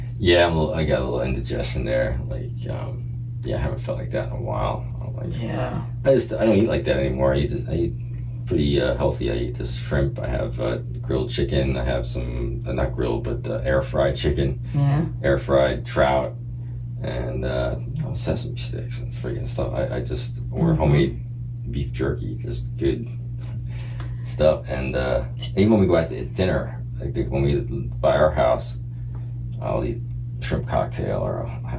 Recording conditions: sounds in the background